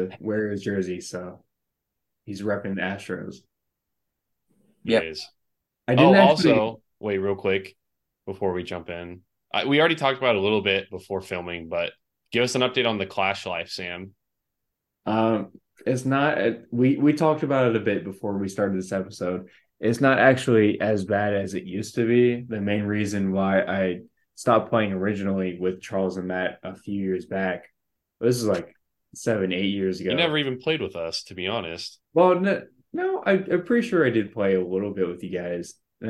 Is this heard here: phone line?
no